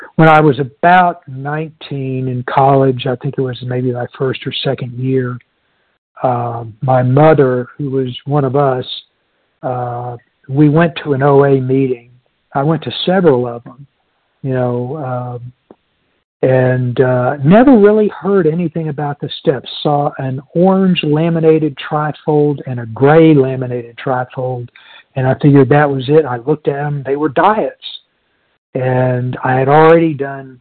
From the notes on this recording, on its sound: from the 100 Pounders Phone Meeting, 2/21/23